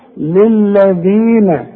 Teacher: الذال مكسورة، تحتاج ايه؟ الياء، المد قد ايه؟ حركتين